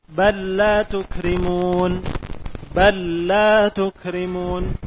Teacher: Wa tudghamu lamu bal idza waqa'a ba'daha lam. Adapun bal sama diidghamkan juga apabila datang setelahnya huruf lam · Term: idghamil mithlain